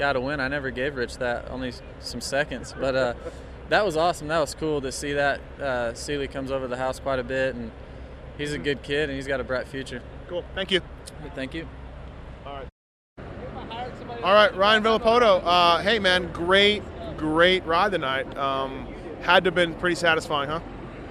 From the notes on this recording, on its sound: Post race interviews from Dodger stadium